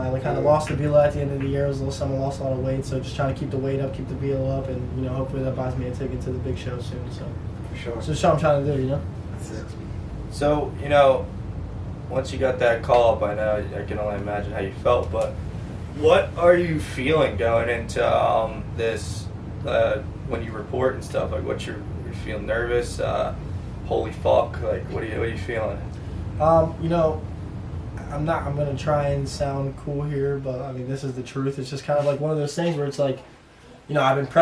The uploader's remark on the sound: Some technical difficulties with the audio